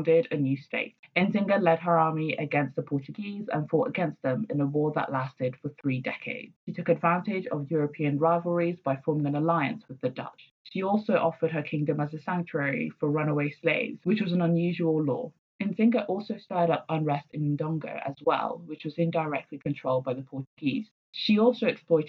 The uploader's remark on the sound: Apologies for the sound quality - we're currently recording from home!